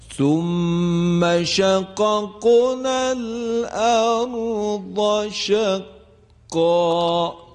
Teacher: با و قاف ساکن صفت قلقله، لذا باید صدای حرف با و قاف ظاهر بشه.